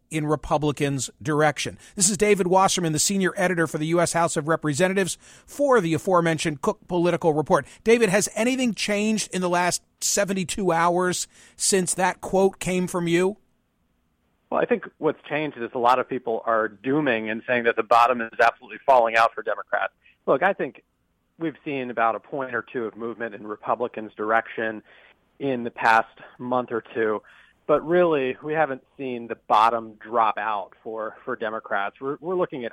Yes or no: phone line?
yes